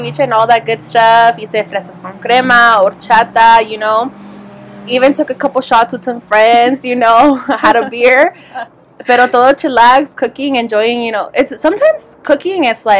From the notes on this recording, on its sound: This week we come to you Live From Outside!